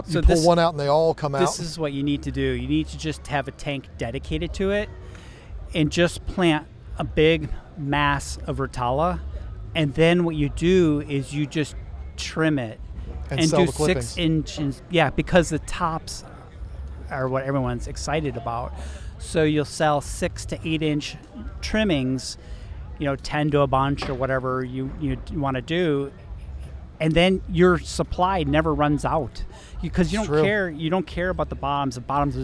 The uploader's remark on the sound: Our trip to Aquashella Daytona Beach. Recorded at Aquashella.